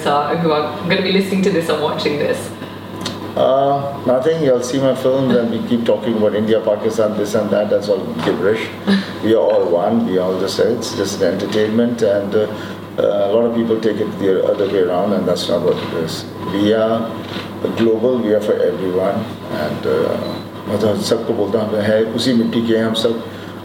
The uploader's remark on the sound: as he comes off stage at Mirchi Festival in Amsterdam